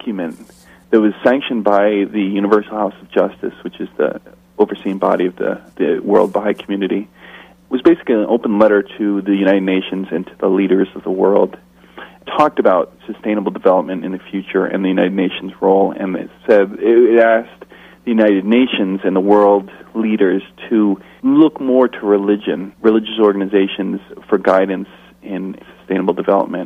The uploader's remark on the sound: In this second telephone interview.